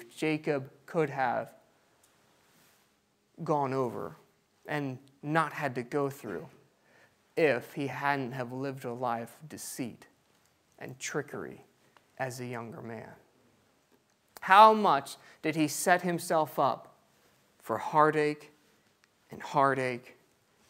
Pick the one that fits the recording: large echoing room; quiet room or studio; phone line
large echoing room